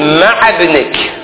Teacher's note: فإن وليها ساكن، إذا كان ما يأتي الحرف الأول منه ساكن بعد مع، فالذي ينصبها على الظرفية يبقي فتحها فيقول مع ابنك. ابنك عندك همزة وصل ما تنطق، ابنك الباء ساكنة